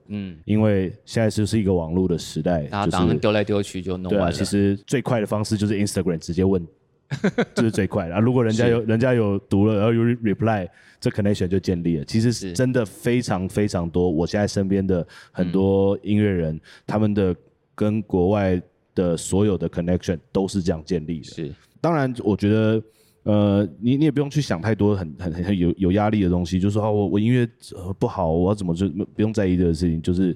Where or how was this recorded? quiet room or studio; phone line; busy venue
busy venue